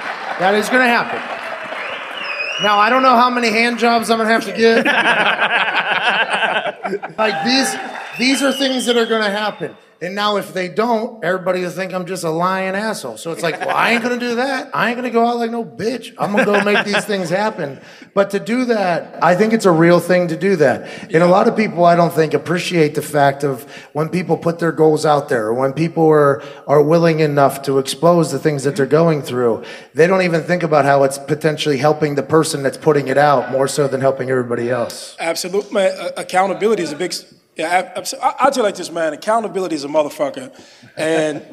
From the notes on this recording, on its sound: Live from the Jo Ann Davidson Theatre in Columbus, Ohio. LIVE FROM COLUMBUS.